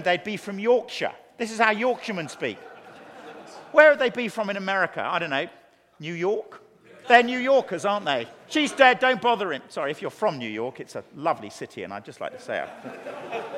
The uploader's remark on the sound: teaches a Keynote Session at FG11